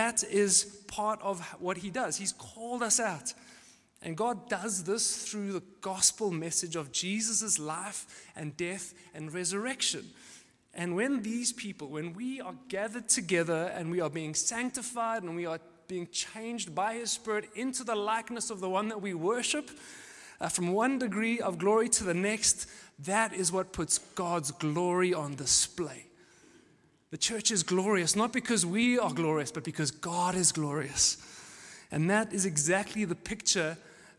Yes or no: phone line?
no